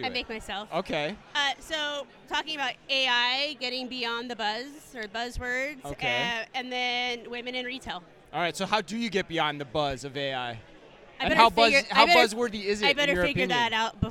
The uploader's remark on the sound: Live From eTail. Live coverage at #etail2024.